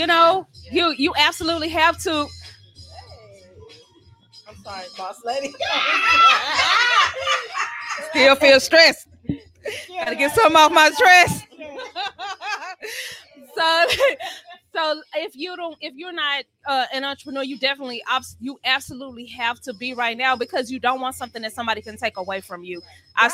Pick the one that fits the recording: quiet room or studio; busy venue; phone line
busy venue